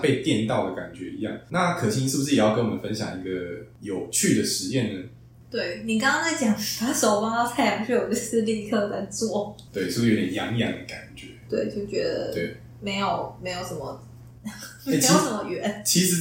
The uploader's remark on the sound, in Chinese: 抱歉這集麥克風收音不太好。正努力的嘗試使用Audacity錄音以及後製。